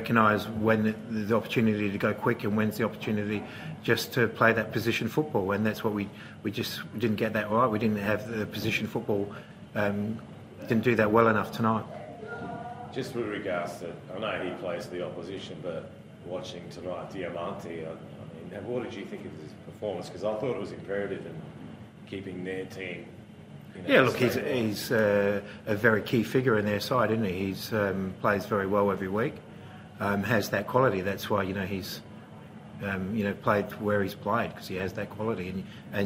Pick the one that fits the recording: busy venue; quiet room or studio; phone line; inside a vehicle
busy venue